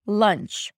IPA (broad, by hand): ˈlʌntʃ